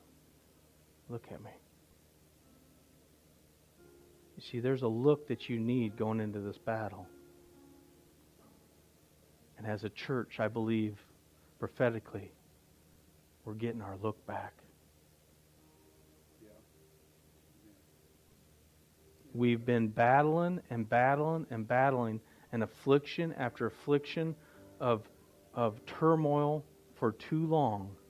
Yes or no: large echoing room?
yes